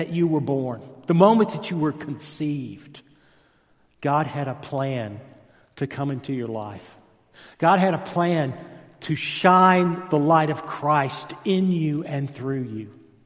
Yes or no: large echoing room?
yes